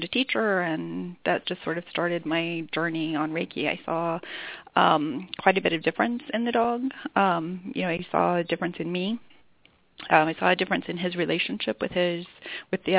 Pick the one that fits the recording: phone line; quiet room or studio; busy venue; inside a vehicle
phone line